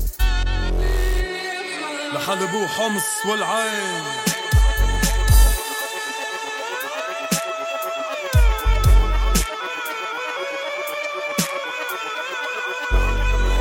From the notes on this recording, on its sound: at a joint performance in Beirut